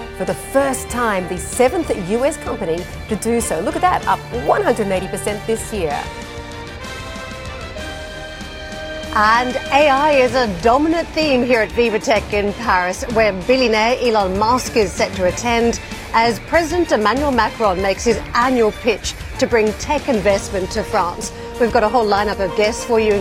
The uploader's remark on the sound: We are live at Vivatech in Paris